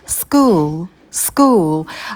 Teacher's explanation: Обратите внимание, что звук «к» мы не придыхаем, потому что он идет после звука «с», school, потом будет долгий «у» и темный звук «л». Кончик языка у нас за нижними зубами.